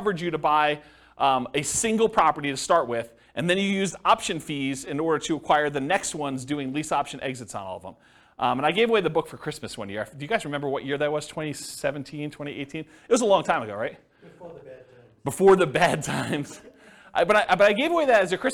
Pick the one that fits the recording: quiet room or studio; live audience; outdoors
live audience